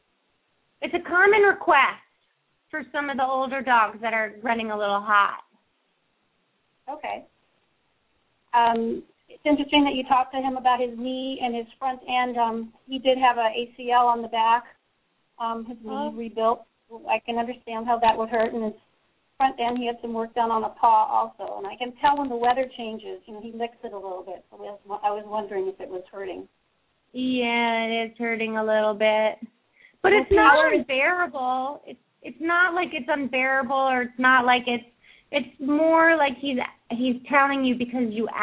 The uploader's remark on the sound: open up the lines for listeners to call